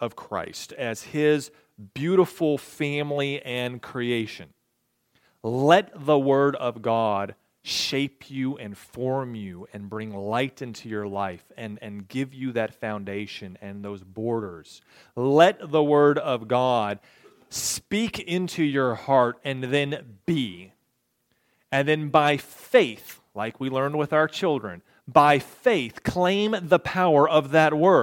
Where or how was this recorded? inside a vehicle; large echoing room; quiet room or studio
large echoing room